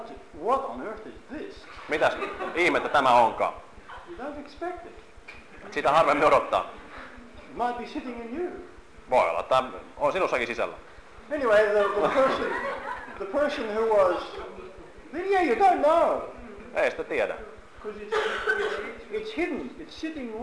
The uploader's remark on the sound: Seminars from the mission in Helsinki, Finland November, 2011.